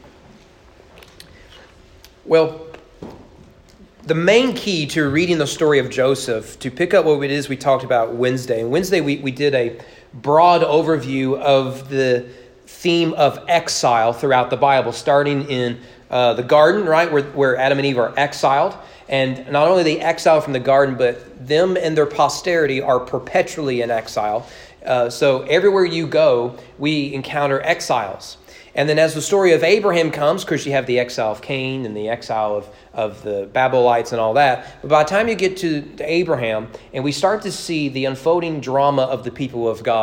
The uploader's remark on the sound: Sermon preached at East Frankfort Baptist Church on March 20, 2022 during evening worship.